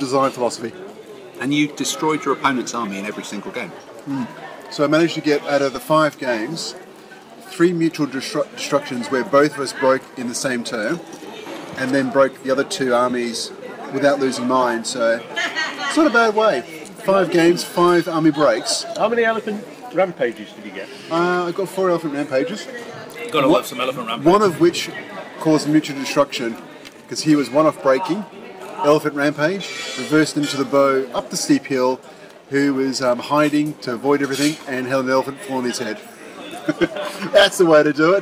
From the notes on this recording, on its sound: recorded in the town square of Estella on a sunny Sunday afternoon